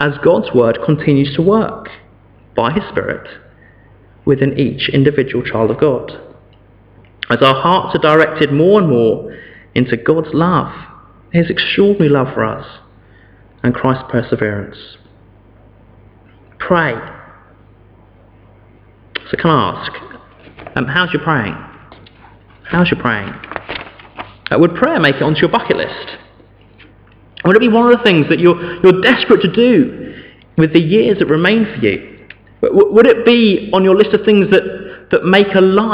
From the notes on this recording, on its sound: Sermon from St David's Church, Morton-in-Marsh, Evening Service